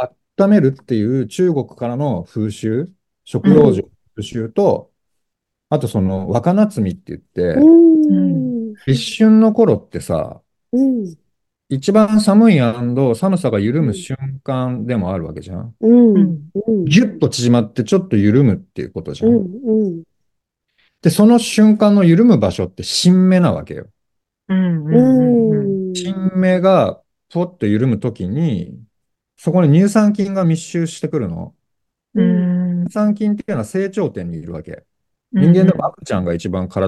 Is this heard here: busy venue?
no